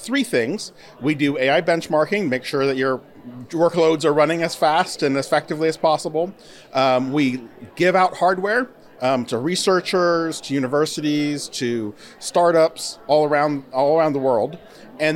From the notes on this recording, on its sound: Recorded at NC Life Sciences Organization’s Annual Meeting